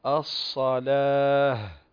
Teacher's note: تقف التاء المربوطة يوقف على هاء